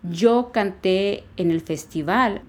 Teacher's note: el verbo va a llevar acento en la última sílaba. Yo canté y acento en la E.